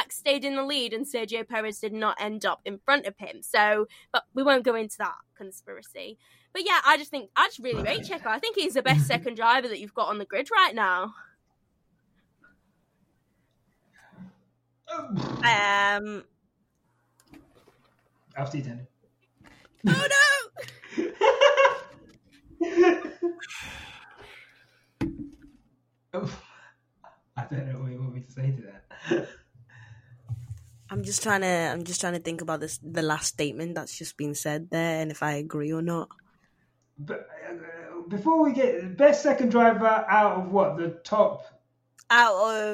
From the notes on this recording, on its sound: We had so many technical issues with this episode, we truly do apologise.